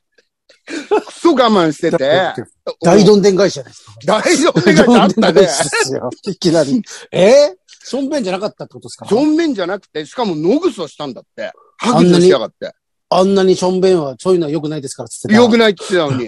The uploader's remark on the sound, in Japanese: ZOOMで収録